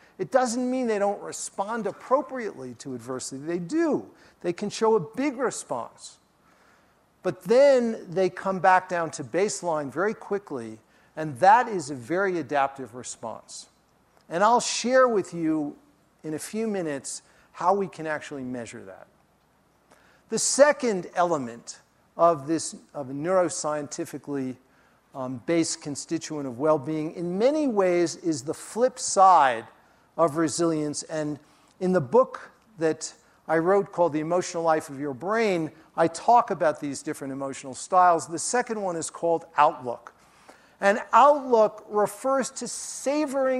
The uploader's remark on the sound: during his talk at the Festival